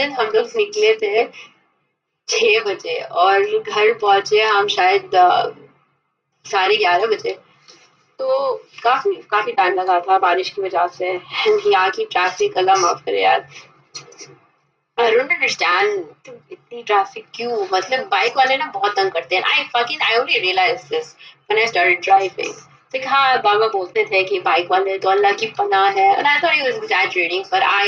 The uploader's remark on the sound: Sorry for the audio quality